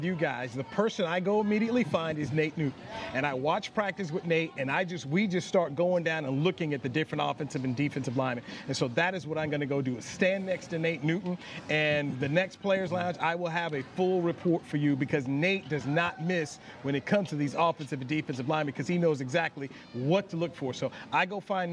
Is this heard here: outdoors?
yes